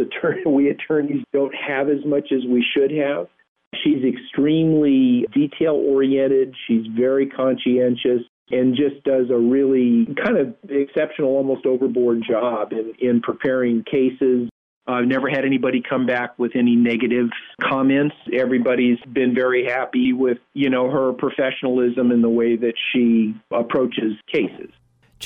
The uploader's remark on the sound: CALL-IN